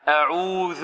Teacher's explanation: والذال معجمة تخرج من طرف اللسان مع الثنايا